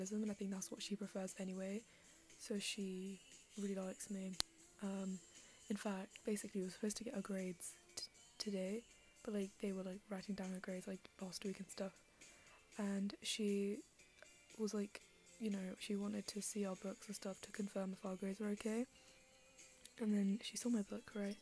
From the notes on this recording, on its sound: more background noise for you